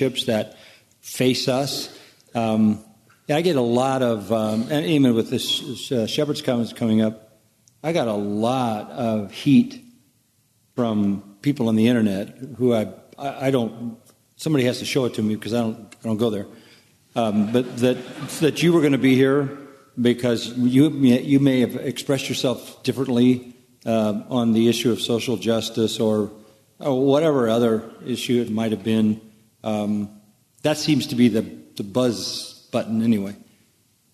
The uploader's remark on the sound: Panel Q&A